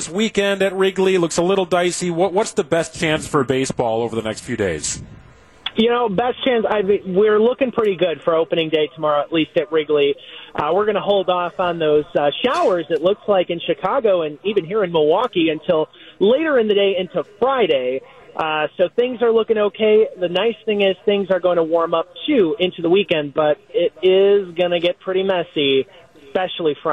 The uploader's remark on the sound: live broadcast from the 2nd annual Brewers Eve Bash at The Barrel Yard